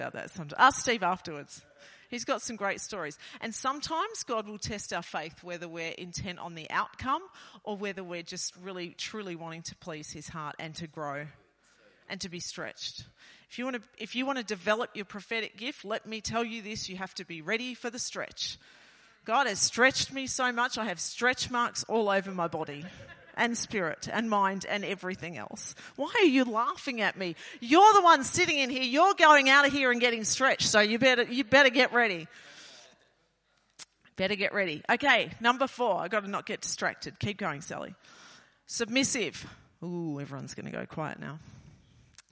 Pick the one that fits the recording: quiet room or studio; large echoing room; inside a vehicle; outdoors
large echoing room